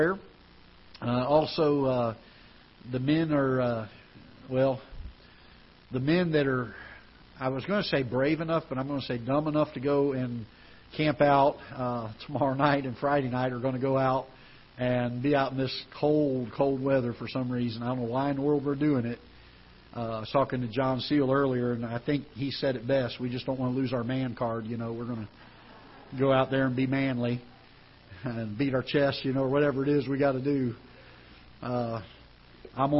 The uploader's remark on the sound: Ketha Heights Baptist Church ~ Live Broadcast.